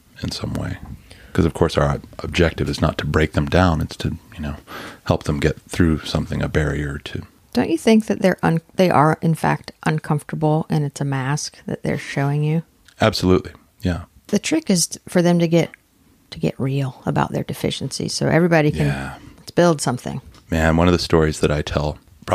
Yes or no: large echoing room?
no